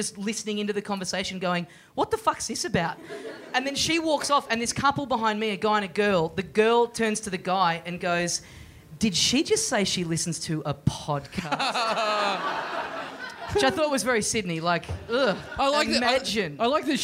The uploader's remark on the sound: Recorded LIVE at the Cafe Lounge in Sydney on November 30, 2014.